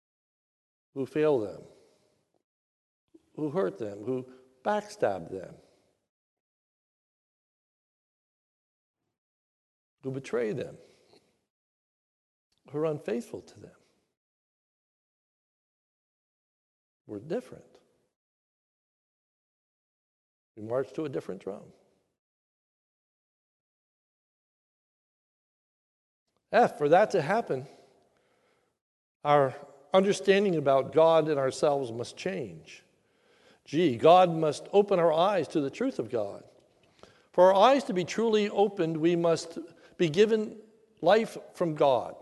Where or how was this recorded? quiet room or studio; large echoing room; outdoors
large echoing room